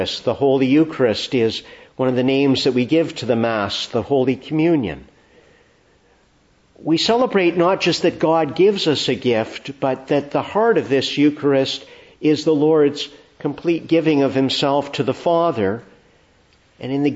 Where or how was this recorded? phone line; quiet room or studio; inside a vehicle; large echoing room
large echoing room